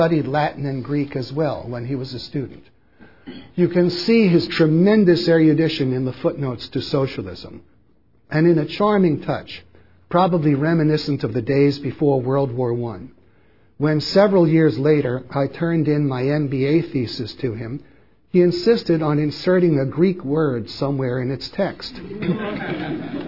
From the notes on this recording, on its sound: Recorded at Mises University 2005 at the Mises Institute in Auburn, Alabama.